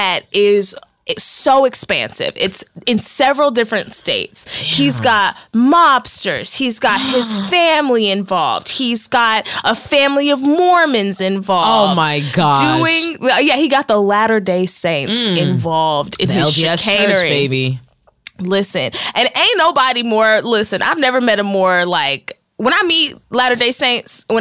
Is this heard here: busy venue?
no